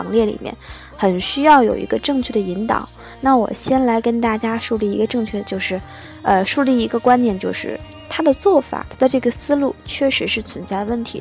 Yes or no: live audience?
no